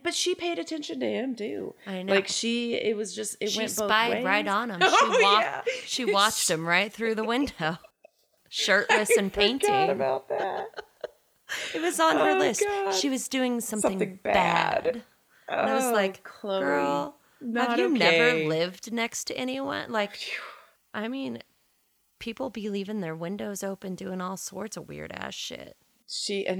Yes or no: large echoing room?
no